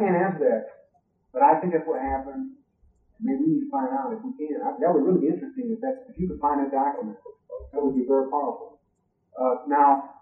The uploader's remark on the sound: This talk was given at Michigan State University in the winter of 1996. We apologize for the sound. A lot of work went into cleaning up the audio.